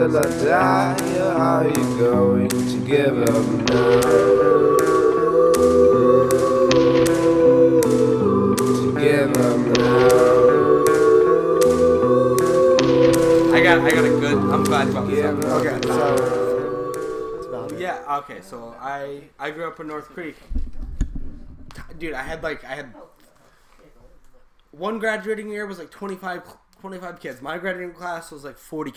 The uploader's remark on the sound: We apologize for the mic issues